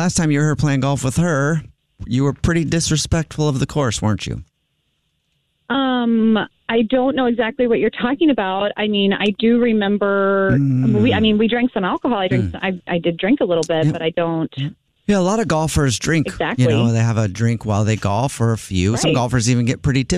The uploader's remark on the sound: Phone Prank. Calls her from the golf course.